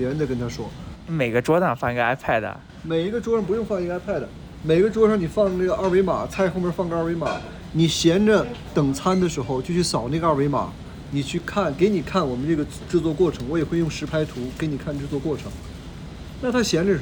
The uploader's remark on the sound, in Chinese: Phoenix烧烤店烟雾弥漫。我们选了一个店里人少的时候。一边录音，他也一边服务客人。